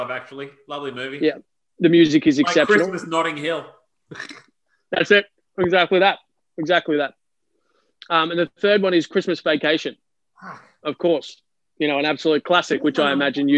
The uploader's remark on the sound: we Zoom'd like champions (spoiler alert: Zoom sucks)